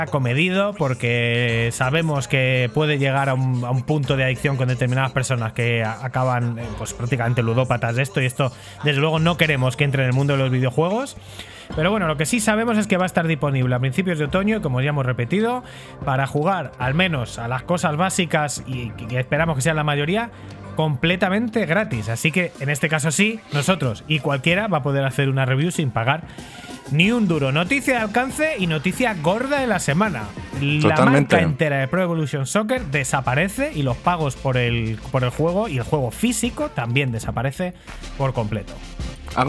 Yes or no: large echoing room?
no